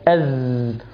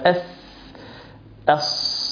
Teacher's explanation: صوت قوي من غير نفس، لكن في الصاد والسين في نفس